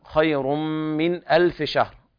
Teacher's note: والراء هنا مفخمة على كل الروايات ما عدا رواية ورش